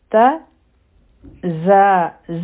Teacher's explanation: هغې د پاسه فتحه ده، نو دا به شي پلعت زا. زا چې ده نو په دې کې به بزینګ آواز راځي